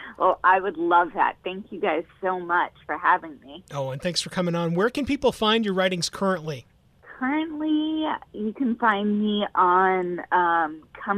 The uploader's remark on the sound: connecting with us via The 2GuysTalking Podcast Network Teleconference Suite